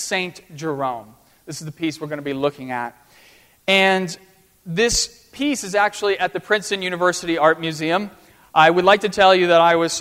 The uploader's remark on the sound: At First Presbyterian Church of Arlington Heights, Illinois.